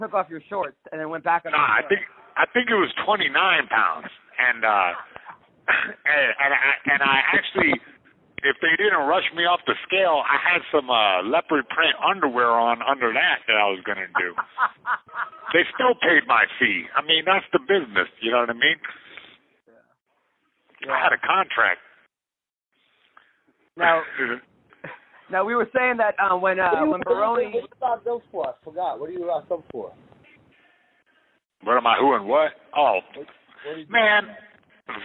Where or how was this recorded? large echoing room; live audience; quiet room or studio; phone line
phone line